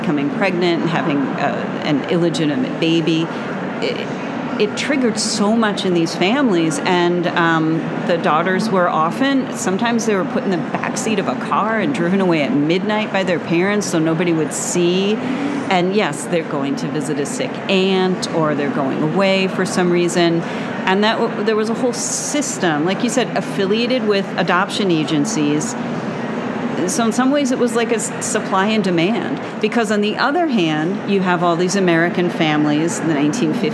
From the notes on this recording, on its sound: LIVE from the ALA 2023 show floor